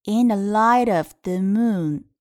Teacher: light 的 t 和 of 的 o 可以进行一个连读